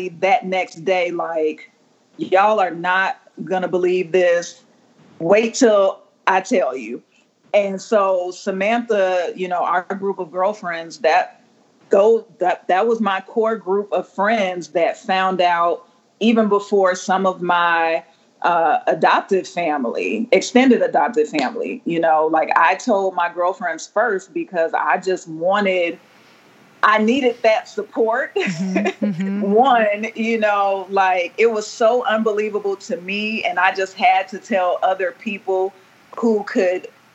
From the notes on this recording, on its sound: I was sitting in a room that got increasingly dark as we were talking and I realized that in my new office, I did not have a lamp or light. We did our interview by Skype at night and by the end of the call, they could barely see me.